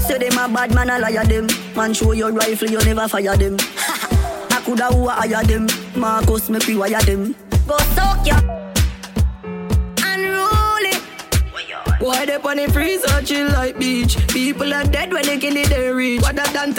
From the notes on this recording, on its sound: PRIVITE PARTY LIVE AUIDO